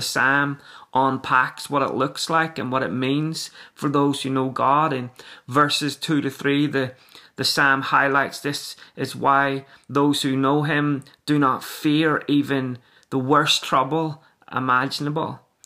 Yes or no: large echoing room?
no